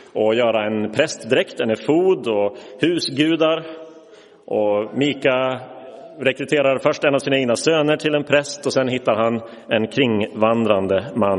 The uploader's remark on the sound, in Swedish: Inspelad i Roseniuskyrkan den 5 februari 2023